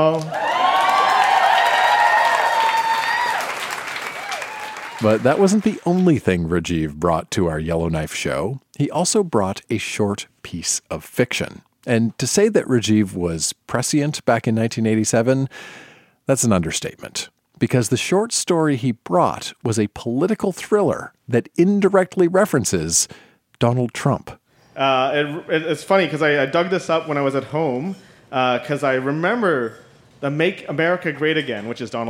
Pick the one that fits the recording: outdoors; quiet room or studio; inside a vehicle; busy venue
busy venue